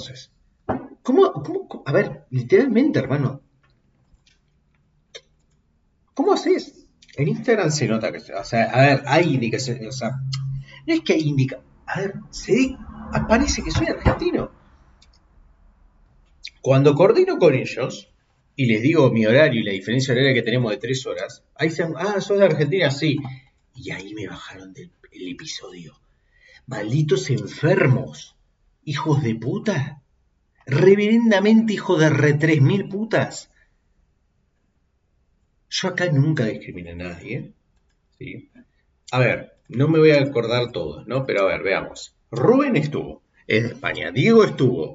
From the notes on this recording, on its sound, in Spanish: reacciones en vivo dentro de una lata porque no se prendió el micro